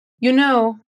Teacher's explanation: usei uma entonação que indica que a minha frase não está completa